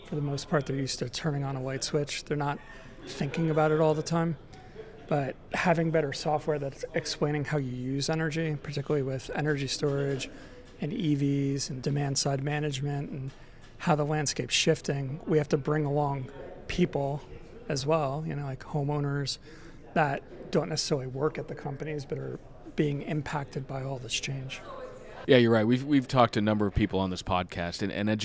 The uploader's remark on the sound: Plus, more of the best discussions from a packed Solar and Energy Storage Summit in San Francisco. Live from the Wood Mac event.